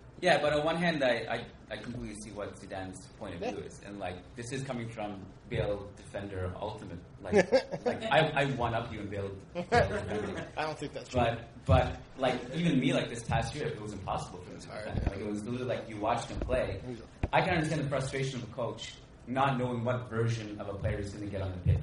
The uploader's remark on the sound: This episode of the Managing Madrid Podcast was recorded in New York City, in front of a live audience at the Playwright Irish Pub.